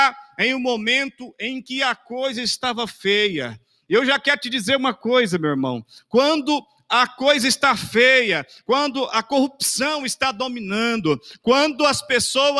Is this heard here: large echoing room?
yes